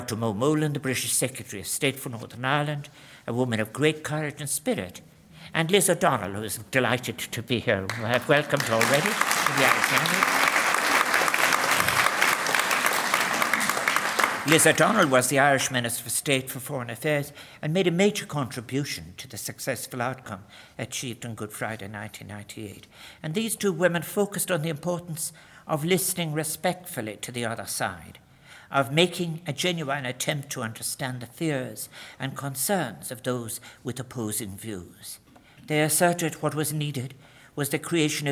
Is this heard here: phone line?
no